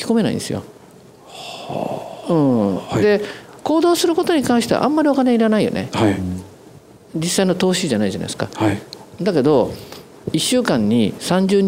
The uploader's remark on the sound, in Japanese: 大阪公開収録。